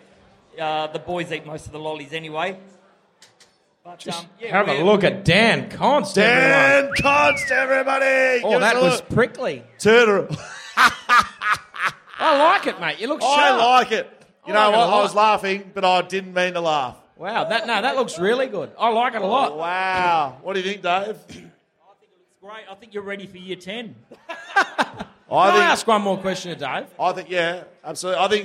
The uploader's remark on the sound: Movember LIVE Show